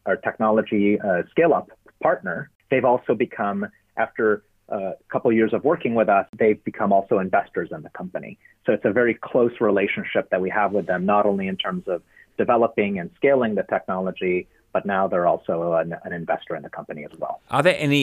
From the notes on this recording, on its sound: Sound quality: Studio and telephone